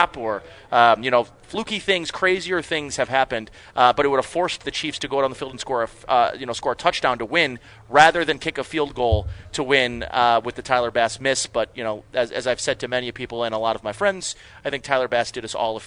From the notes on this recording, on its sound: Live from Batavia Downs